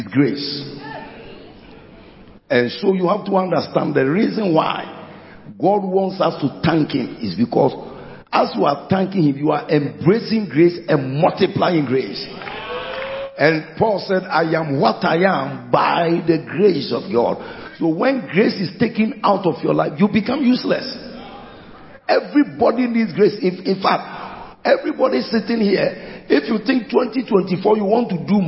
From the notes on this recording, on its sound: Preached at the He Gave Gifts Unto Men Conference, Day 1 - The Makarios Cathedral, HQ.